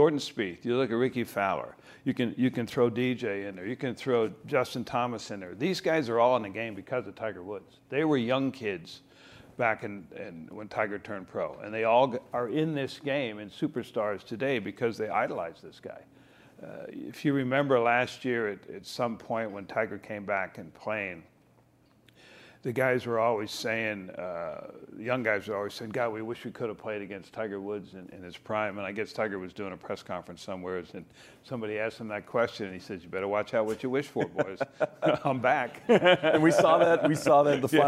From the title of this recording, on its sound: live from the PGA Show